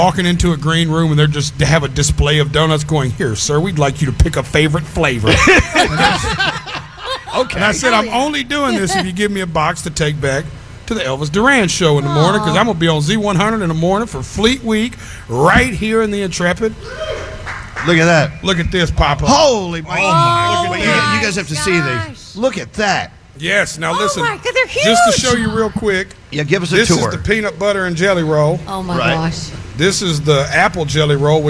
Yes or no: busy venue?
yes